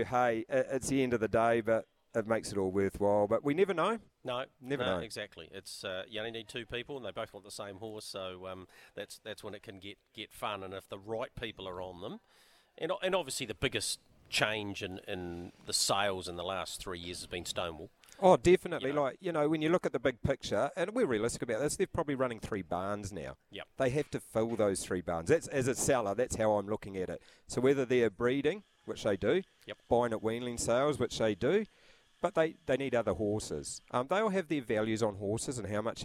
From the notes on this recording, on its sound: live from the Karaka sales